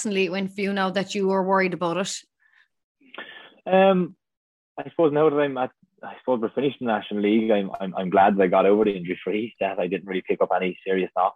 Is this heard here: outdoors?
no